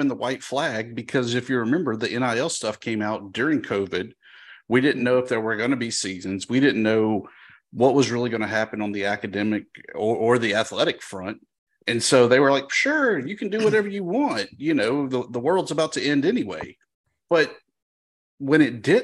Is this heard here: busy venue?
no